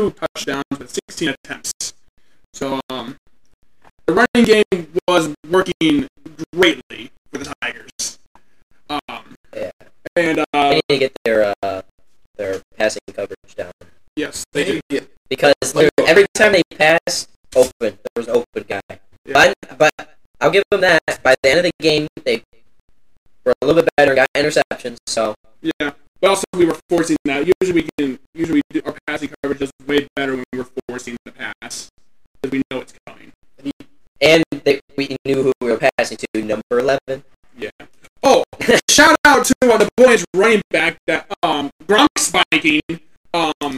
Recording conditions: drop-outs